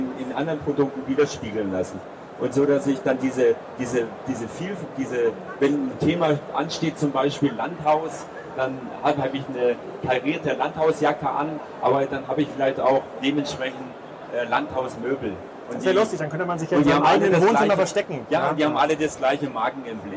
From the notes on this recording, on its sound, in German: Das erste DMEXCO live Interview.